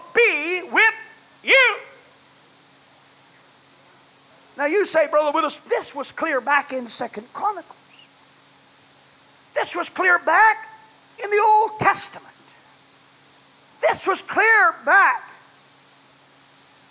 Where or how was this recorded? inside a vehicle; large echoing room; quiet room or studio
large echoing room